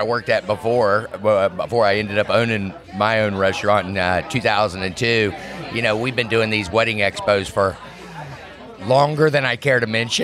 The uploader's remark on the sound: recorded live at the Outer Banks Wedding Expo!